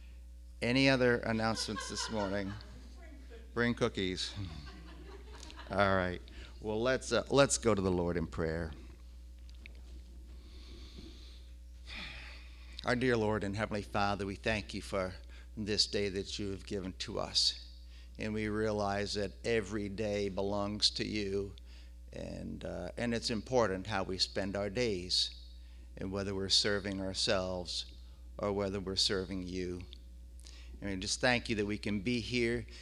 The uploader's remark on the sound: The audio from our service on July 5, 2020.